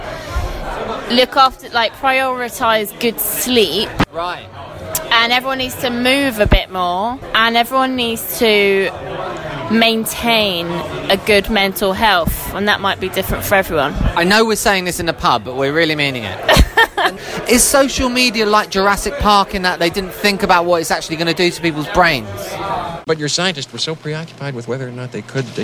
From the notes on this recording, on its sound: live from the Fortnum & Masons bar at The Royal Exchange in the City of London